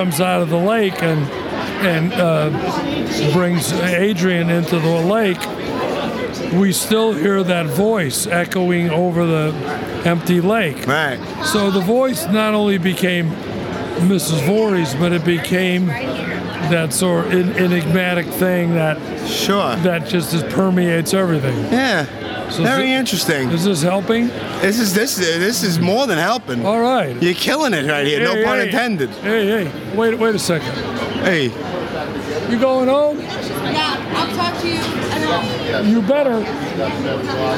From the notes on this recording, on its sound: Recorded Live from the "New Jersey Horror Con and Film Festival" at the Showboat in Atlantic City, New Jersey.